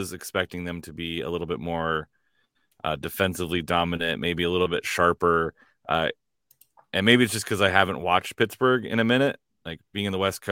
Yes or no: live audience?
no